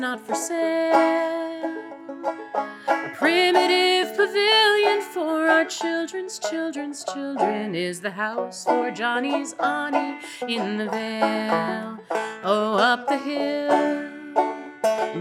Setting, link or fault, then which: setting, live audience